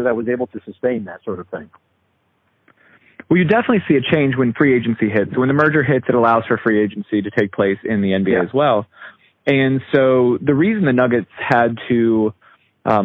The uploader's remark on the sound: Phone interview. This was recorded off of a phone conversation.